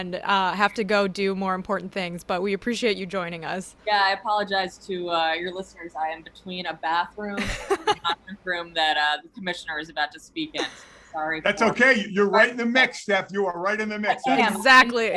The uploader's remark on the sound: Live from MLB All-Star Week. Joins the show from Los Angeles.